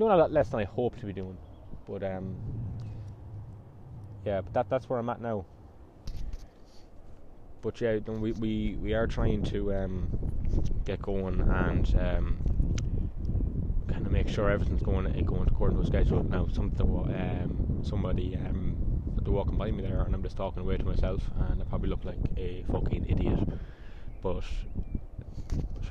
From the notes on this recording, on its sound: I decided to record this podcast down by the river next to the park.